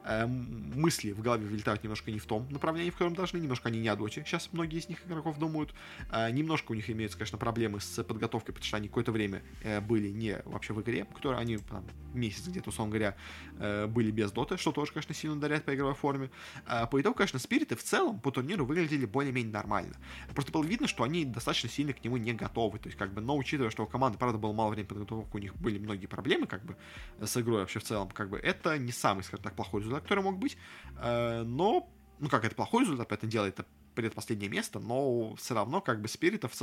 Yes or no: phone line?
no